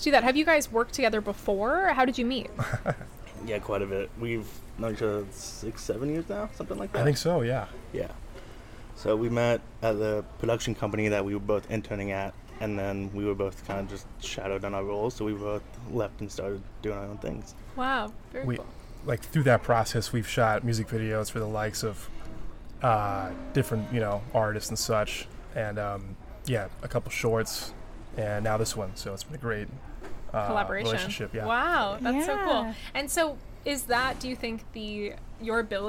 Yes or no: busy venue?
yes